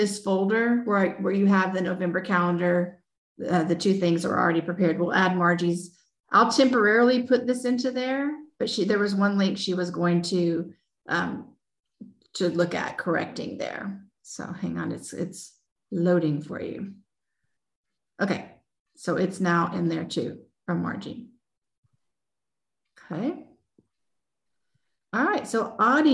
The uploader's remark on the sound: This podcast is a recording from a Zoom event held with high school librarian.